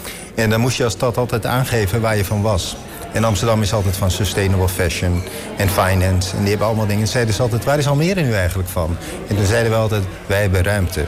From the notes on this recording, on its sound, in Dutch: Een van de events op de Floriade Expo-terrein vond plaats op 6 oktober: het Floriade Hub Café. Een live-radioprogramma vanuit de Green Innovation Hub in The Natural Pavilion met muziek en aansprekende gasten uit de wereld van tech en innovatie.